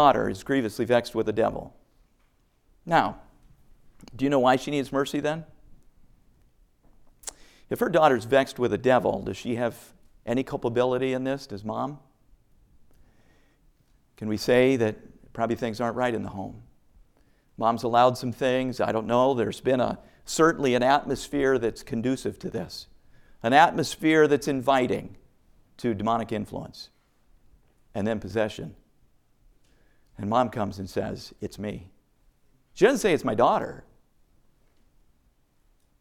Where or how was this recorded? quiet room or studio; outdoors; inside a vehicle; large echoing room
large echoing room